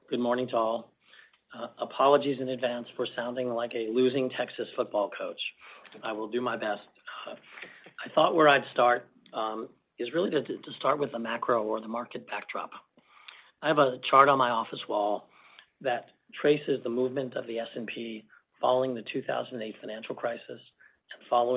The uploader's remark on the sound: Earnings Conference Call